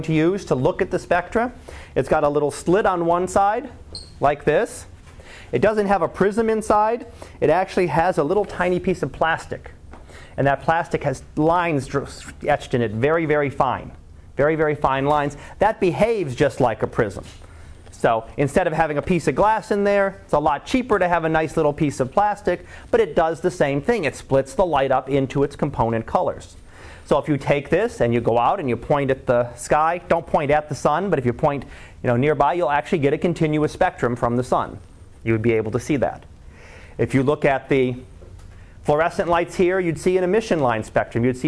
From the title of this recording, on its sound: Live Class Lecture